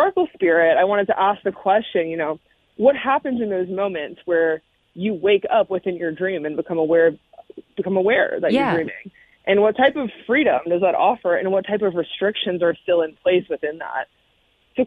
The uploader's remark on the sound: called in to chat